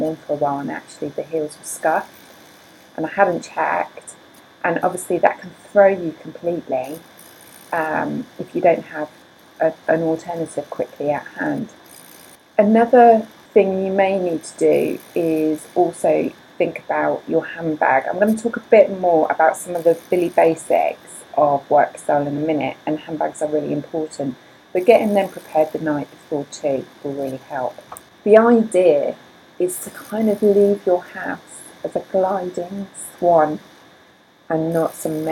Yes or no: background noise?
yes